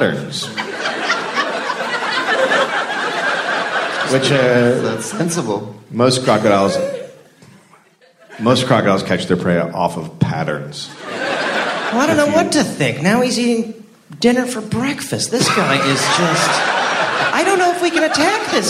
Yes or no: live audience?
yes